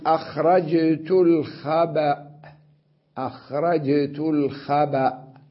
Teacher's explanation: فإن كان الآخر همزة، جاز نقل فتحة الهمزة قولا واحدا، فتقول في أخرجت الخبأ، الخبأ، أنا الآن سأقف عليها وأنقل حركة الهمزة إلى الباء قبلها · Term: نقل الحركة